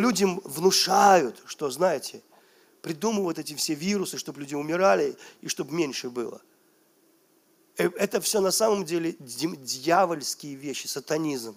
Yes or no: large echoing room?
yes